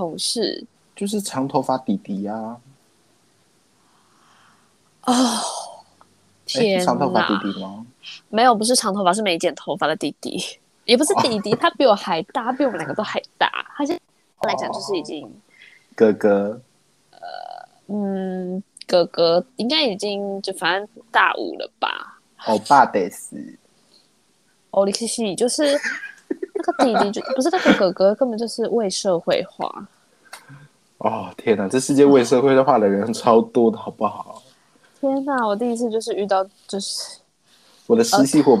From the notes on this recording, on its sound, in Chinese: 第一次使用遠端錄音，有點點的糊掉了，請大家稍稍見諒